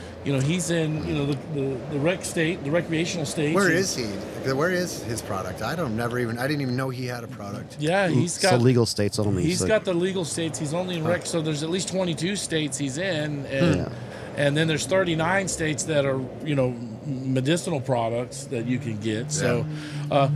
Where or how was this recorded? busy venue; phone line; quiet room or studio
busy venue